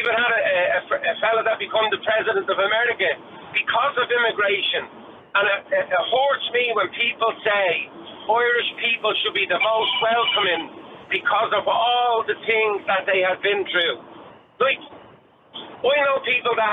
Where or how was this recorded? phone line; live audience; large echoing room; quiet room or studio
phone line